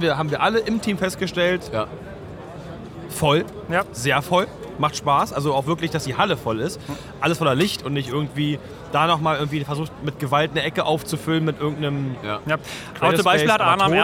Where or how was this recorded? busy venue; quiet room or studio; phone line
busy venue